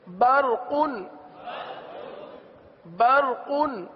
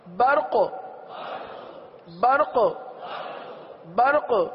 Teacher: را کو تو پر پڑے لیکن قاف کو بھی پر پڑے، قاف باریک نہ ہونے پائے